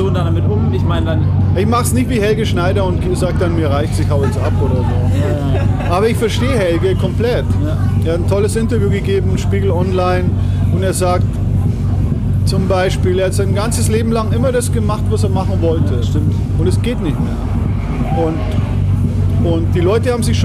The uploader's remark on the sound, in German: Wir haben das Techno Urgestein auf dem Wilde Emma Festival in Nürnberg getroffen und uns kurz nach seinem Auftritt und einem Brathühnchen mit Pommes ein bisschen unterhalten.